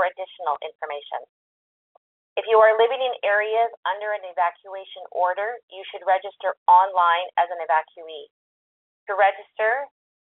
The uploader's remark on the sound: Albertans who are evacuated can attend telephone town halls with government and partner organizations to get updates and answers to their questions.